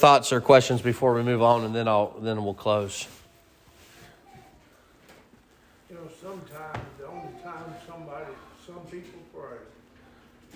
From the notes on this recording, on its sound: Sermon preached at Mid County Baptist Church